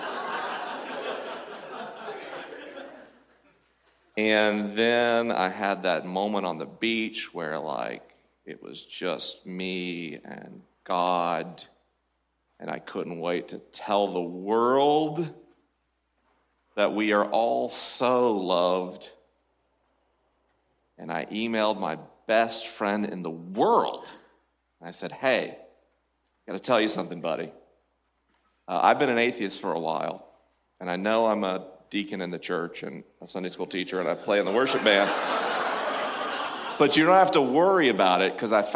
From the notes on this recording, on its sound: LIVE from Cascade Church in Portland, OR. LIVE from Cascade Church in Portland, OR.